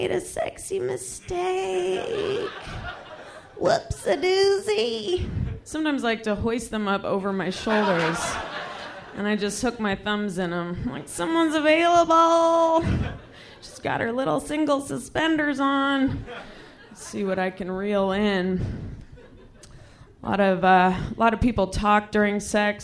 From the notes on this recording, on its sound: Recorded this set at our live show in Washington, DC.